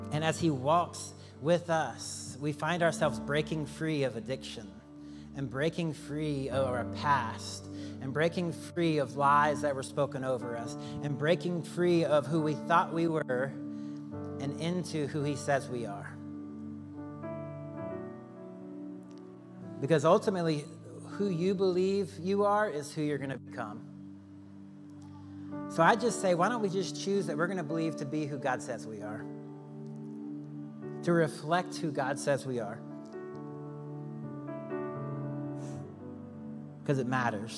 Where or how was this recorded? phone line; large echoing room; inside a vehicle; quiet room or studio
large echoing room